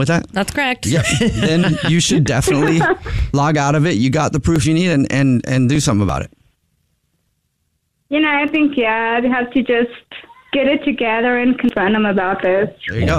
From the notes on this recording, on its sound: Today there is a caller on the phone